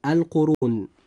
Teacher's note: كلمة القرون جاء حرف الراء هنا مضموما، فيجب أن يفخم وينطق هكذا: القرون.